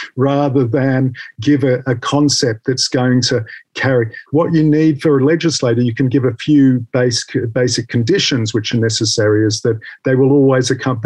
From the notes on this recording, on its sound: The seminar took place over Zoom.